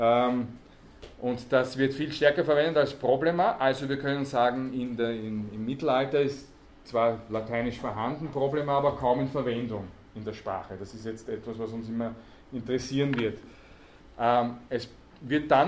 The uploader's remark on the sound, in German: Grundlagenvorlesung. Diese Vorlesung wurde von Studierenden der Uni Wien aufgenommen.